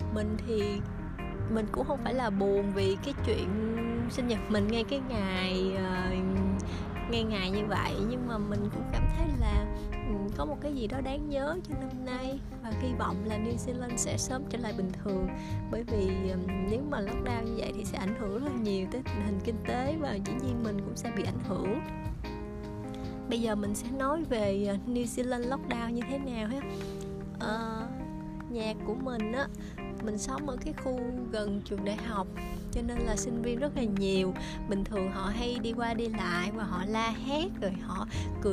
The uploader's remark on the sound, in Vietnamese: Sinh nhật ngay ngày New Zealand lockdown lần 2. Mong các bạn thông cảm cho chất lượng âm thanh nha vì mình cầm điện thoại ra ngoài trước cửa nhà thu âm vì muốn lưu lại âm thanh của những ngày lockdown. Đôi khi âm thanh nền sẽ ồ ồ vì là tiếng xe chạy vèo qua.